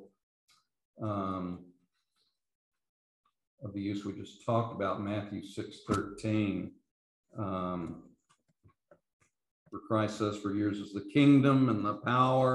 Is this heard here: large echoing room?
yes